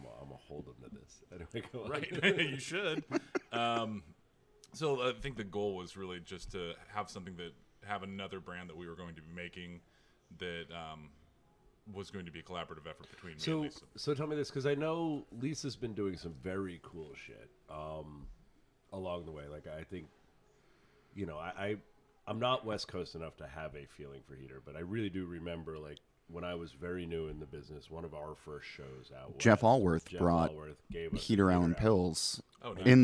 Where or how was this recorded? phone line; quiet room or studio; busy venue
busy venue